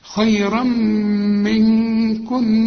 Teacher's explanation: والكاف من حروف الإخفاء محتاجة غنة، والنون اللي عليها الشدة برضو محتاجة غنة